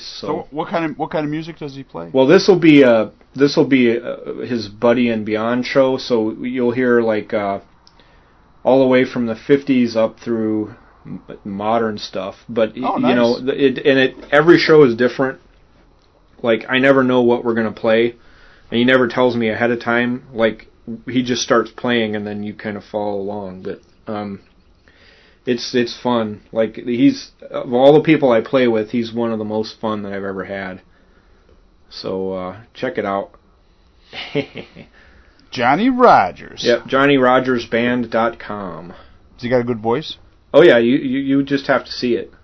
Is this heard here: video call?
no